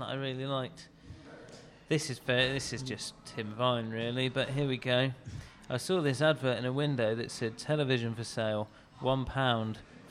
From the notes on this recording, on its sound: This was our amazing Leicester comedy festival themed outside broadcast live from the LCB Depot.